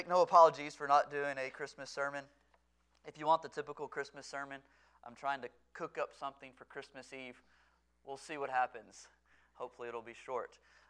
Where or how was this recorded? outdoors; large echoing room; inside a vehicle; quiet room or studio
large echoing room